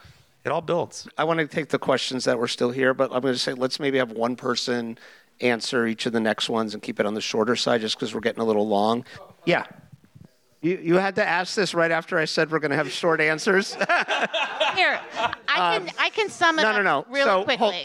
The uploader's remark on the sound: LIVE! from an On the Line dinner in Houston. This episode was recorded LIVE before an audience of Houston line cooks at an On the Line dinner at Bludorn restaurant.